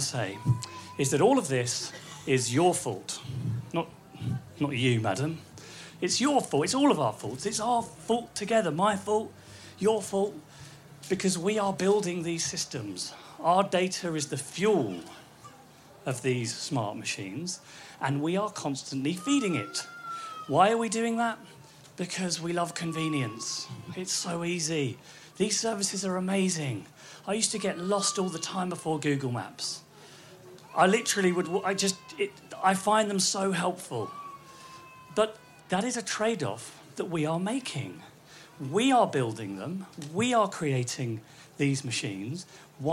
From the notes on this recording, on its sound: Recorded at Wilderness Festival in August 2018.